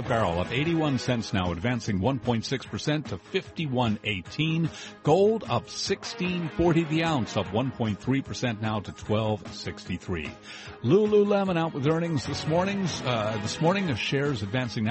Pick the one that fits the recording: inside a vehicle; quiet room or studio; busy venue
busy venue